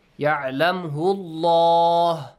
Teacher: the lam in the word Allah must be pronounced heavily